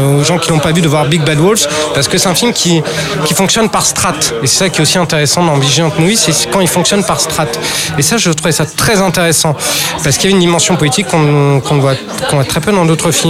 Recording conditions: busy venue